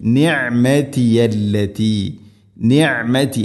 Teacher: ഐൻ, തൊണ്ടയുടെ മധ്യഭാഗമാണ് ഐനിൻ്റെ മഖ്റജ്